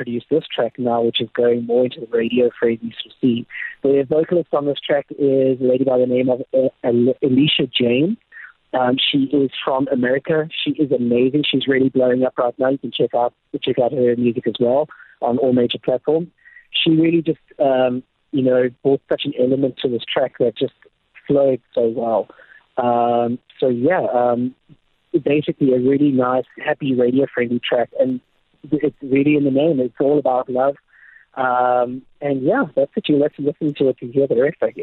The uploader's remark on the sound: caught up with him via the phone lines